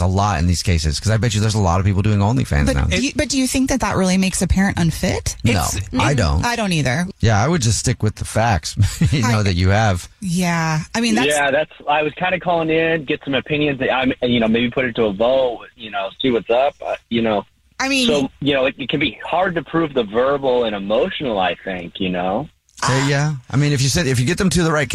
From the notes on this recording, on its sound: One of our listeners is on the phone